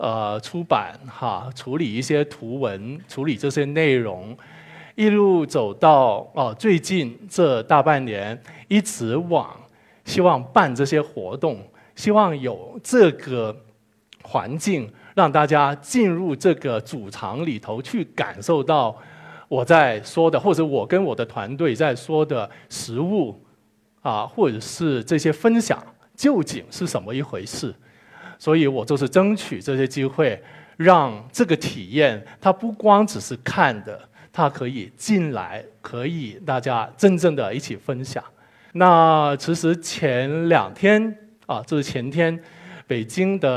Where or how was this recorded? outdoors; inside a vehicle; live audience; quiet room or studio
live audience